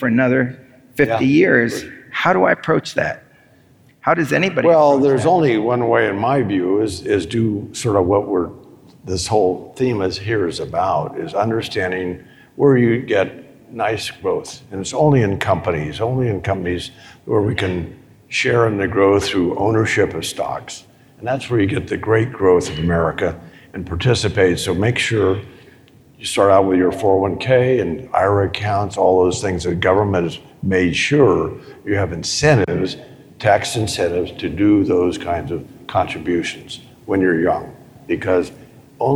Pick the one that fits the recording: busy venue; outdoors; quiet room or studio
busy venue